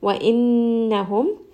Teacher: noon has a shadda, making sure that this is coming from the nose, give it proper ghunna, spend a bit of time.